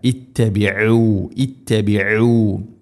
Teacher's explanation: ഇവിടെ അയിന് തൊണ്ടയുടെ മധ്യഭാഗമാണ് മഖ്റജ്. അയിന് ഹംസ പോലെ ആവരുത്.